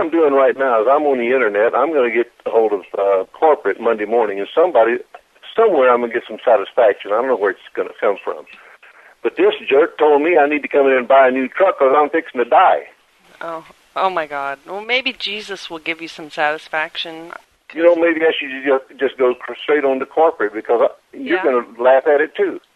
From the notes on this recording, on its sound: …'s Personal Prank Phone Calls Collection.